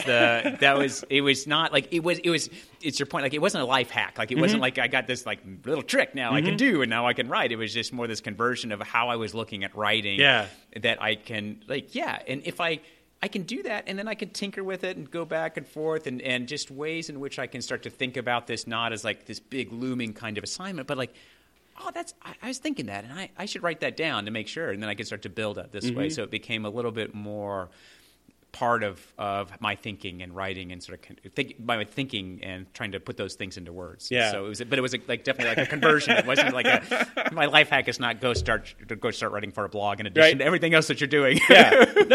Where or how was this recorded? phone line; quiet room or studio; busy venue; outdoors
busy venue